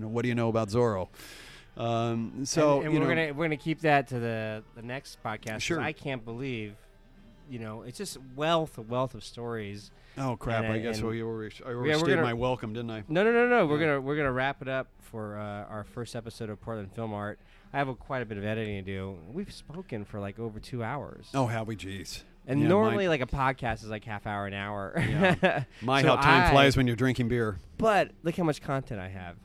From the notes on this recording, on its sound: RECORDING LOCALE Highland Stillhouse 201 S. 2nd Street Oregon City, OR 97045.